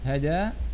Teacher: أما التقليل فذكر أنه بين الفتح وبين الإمالة